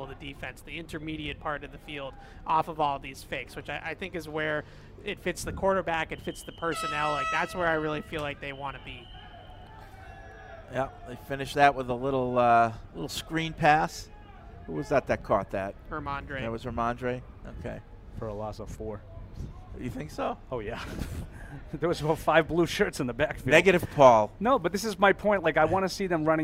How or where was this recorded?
busy venue